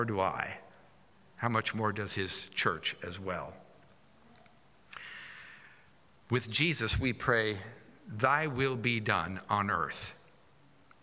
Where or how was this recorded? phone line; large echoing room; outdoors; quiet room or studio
large echoing room